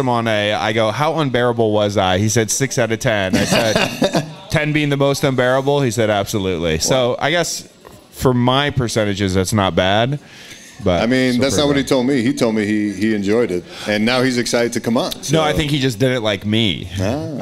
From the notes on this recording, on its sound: Live show at the Yacht Club.